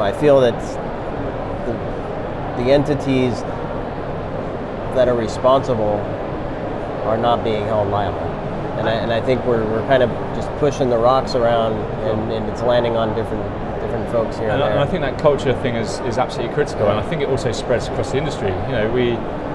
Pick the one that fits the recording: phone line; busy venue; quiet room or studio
busy venue